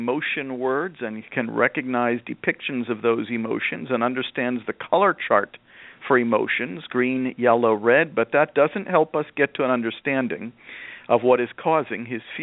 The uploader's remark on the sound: a mom who called into the program